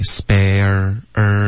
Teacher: Spare 的这个最好是有儿化音